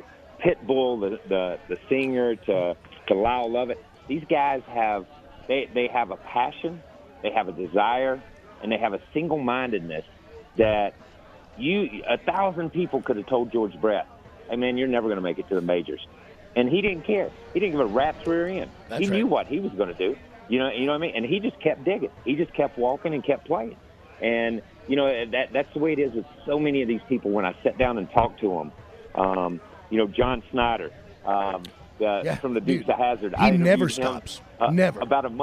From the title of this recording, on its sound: LIVE FROM STURGIS